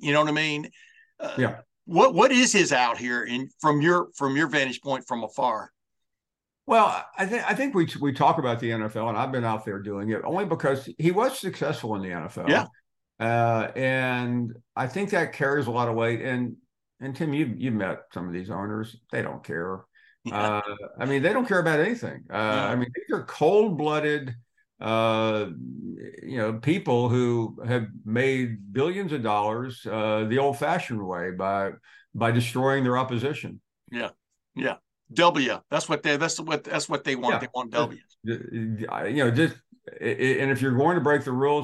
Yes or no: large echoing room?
no